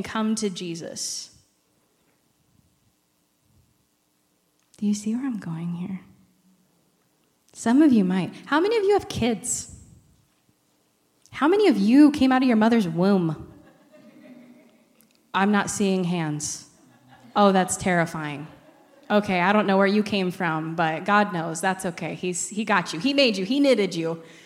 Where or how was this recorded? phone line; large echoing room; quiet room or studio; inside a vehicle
large echoing room